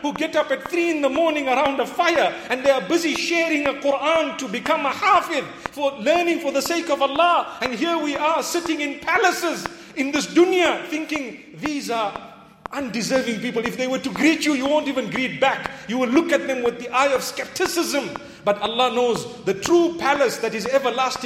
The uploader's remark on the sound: Jummah Lecture 6th September 2019 at The Houghton Masjid (West Street)